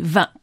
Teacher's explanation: le T ne se prononce pas en région parisienne, mais en Belgique, dans l'est de la France, on prononce le T